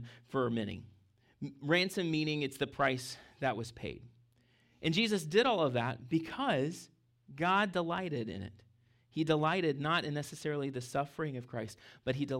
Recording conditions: large echoing room